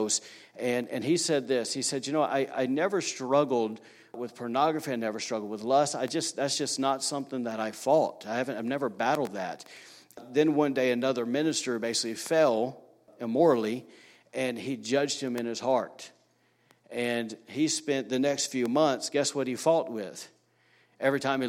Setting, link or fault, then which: setting, large echoing room